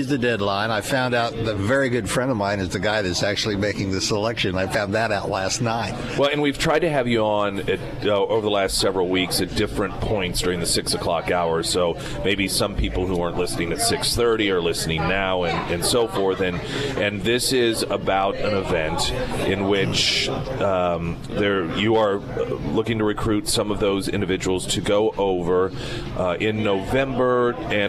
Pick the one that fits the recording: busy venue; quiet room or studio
busy venue